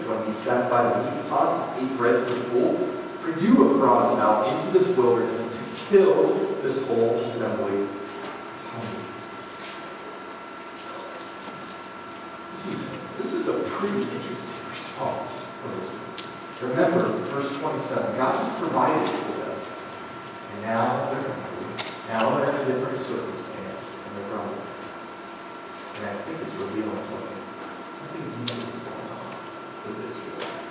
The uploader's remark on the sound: Fort Collins, CO. Note: sound quality is not good due to technical difficulties.